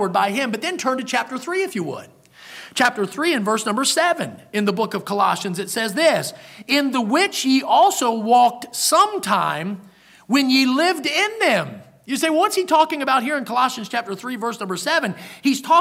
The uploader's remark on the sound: in the Sunday Morning Service on February 5, 2023, at Victory Baptist Church in Boonsboro, Maryland.